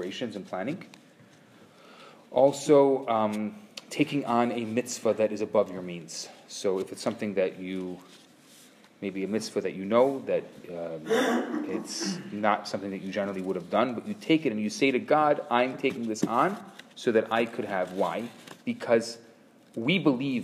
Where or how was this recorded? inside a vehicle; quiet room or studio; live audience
live audience